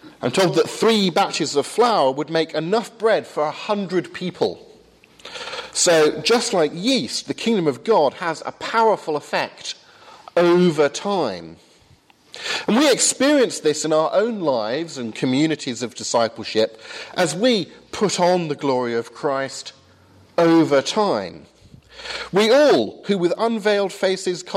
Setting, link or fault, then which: setting, large echoing room